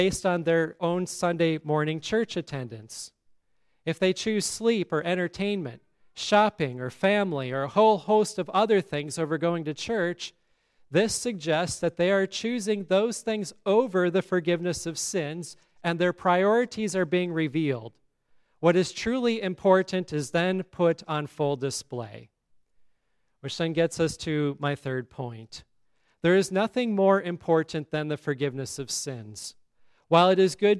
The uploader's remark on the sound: Listen to the service at Grace Lutheran Church, Lexington, MO.